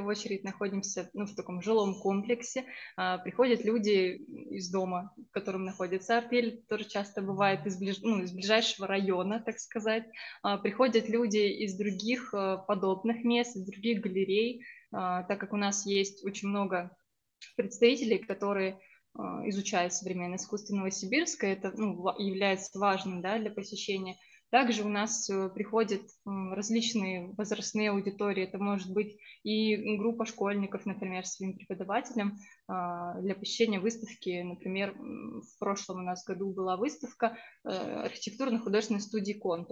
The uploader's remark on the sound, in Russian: в этом выпуске у нас случилась беда со звуком, и он, к сожалению, получился не лучшего качества